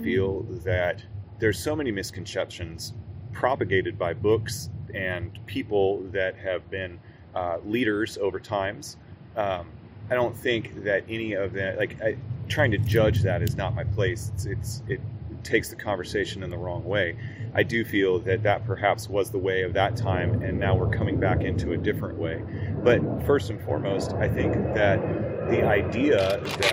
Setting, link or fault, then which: fault, sounds in the background